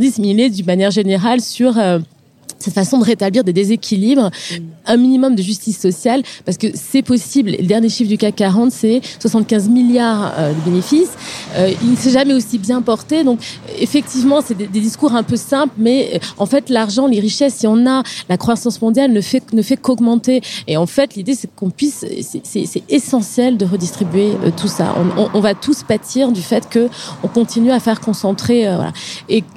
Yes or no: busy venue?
yes